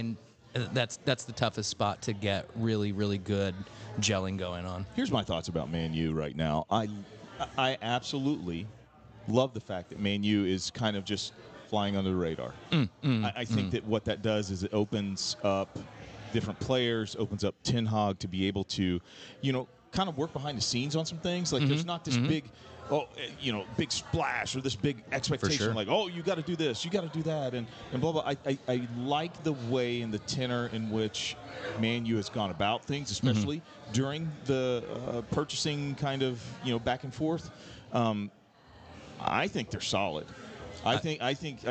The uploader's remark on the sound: live from Chatham Tap Fishers